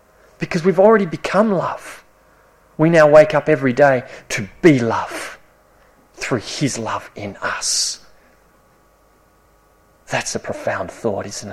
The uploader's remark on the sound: This sermon was preached at Esperance Church of Christ (April 2019)